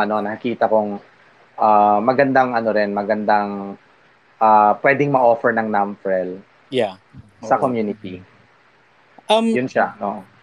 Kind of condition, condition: link, video call